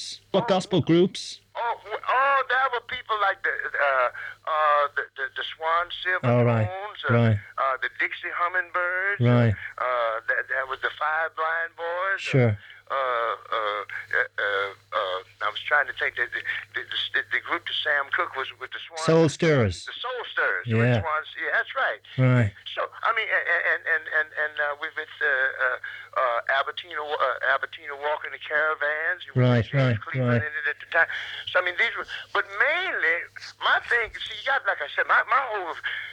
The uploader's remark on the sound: This was only a phone chat